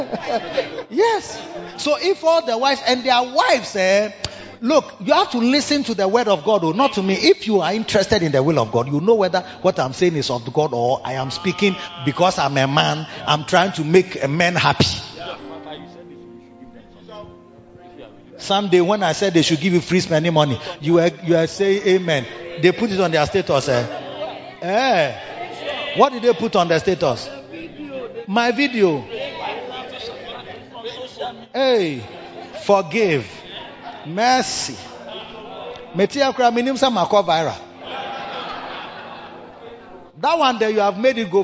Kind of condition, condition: setting, large echoing room